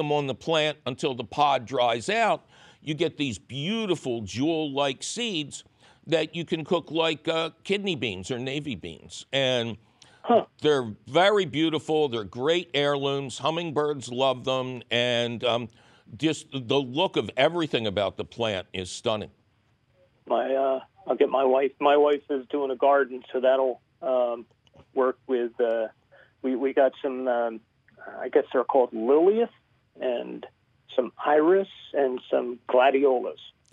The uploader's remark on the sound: your Fabulous Phone Calls!